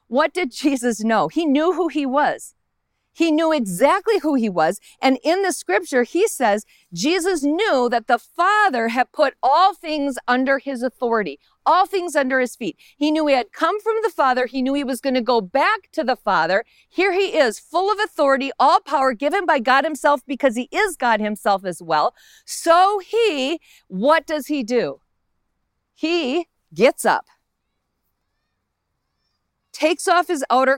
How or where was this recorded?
outdoors